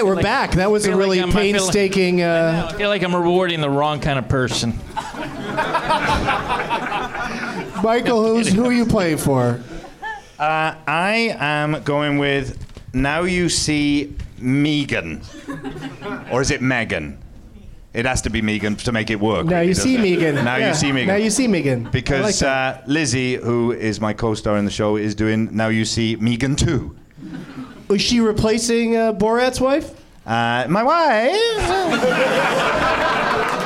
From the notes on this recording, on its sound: Live from the NerdMelt Showroom